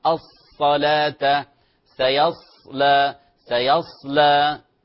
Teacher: في الصاد عمل أصلا في الشفتين أصلا ولا إشمام